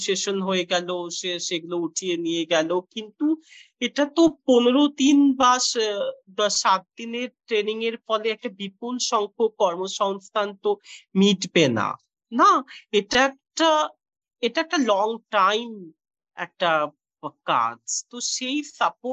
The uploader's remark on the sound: I am in Iowa City now. Like most of my podcast interviews, this is being done virtually via Zoom.